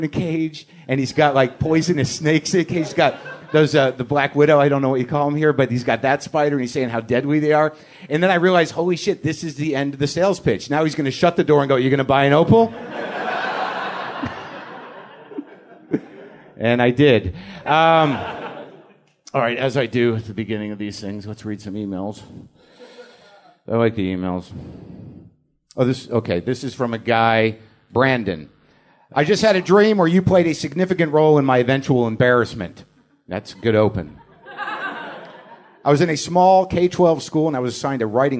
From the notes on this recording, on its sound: Episode 178 - Live from Australia. Live at the Melbourne International Comedy Festival.